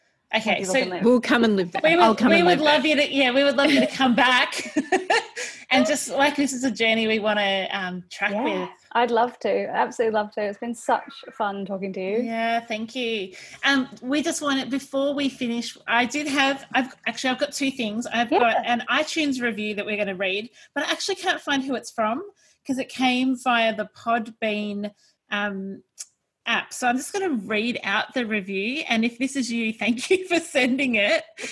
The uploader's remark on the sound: we are still recording at home via Zoom, so our sound quality isn't at it's best today, so please accept our apologies